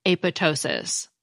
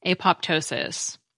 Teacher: Kerr suggested that his discovery should be pronounced without the P · Shown in: first take